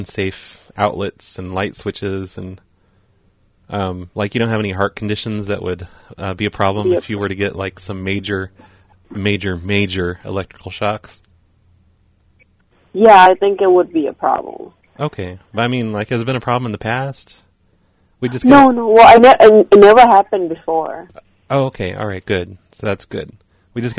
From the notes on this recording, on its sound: Prank Phone Calls Collection. Snow plow show reservations and voicemails.